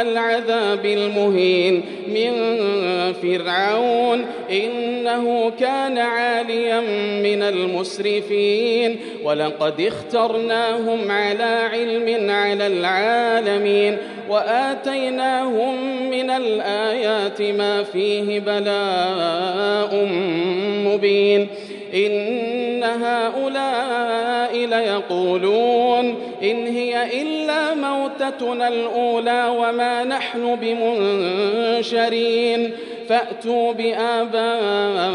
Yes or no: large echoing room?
yes